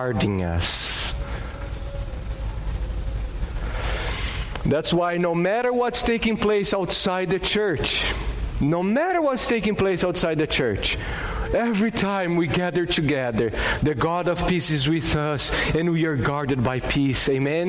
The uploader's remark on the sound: at Gracious Cross Reformed Church Salem, June 20th 2021.